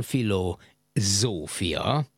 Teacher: az S hang, ahogy jön a latinból, zöngésedik